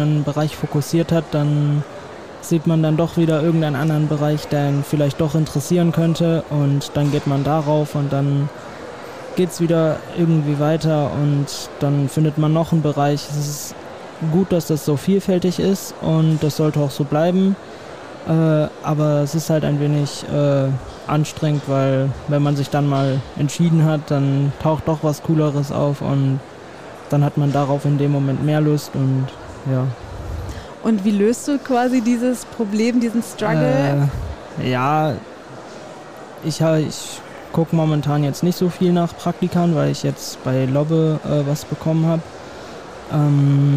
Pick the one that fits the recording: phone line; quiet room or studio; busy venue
busy venue